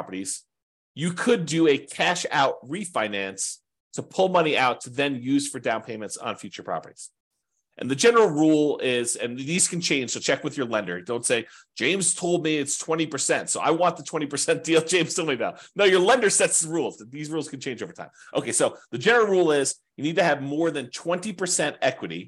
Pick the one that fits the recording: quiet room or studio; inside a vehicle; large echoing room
quiet room or studio